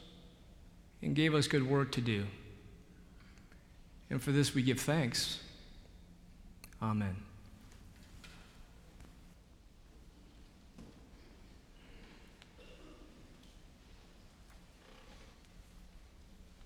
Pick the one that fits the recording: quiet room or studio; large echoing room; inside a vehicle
large echoing room